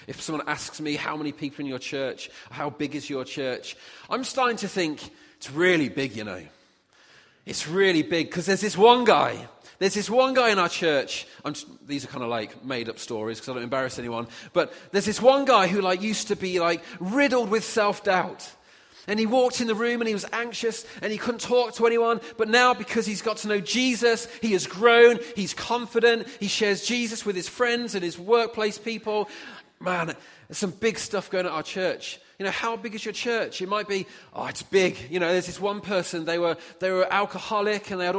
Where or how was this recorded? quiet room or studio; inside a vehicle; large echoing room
large echoing room